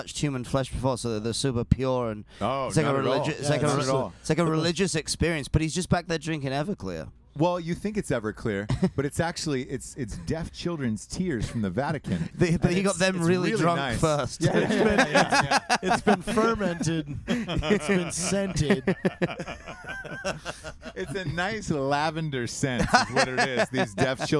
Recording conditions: inside a vehicle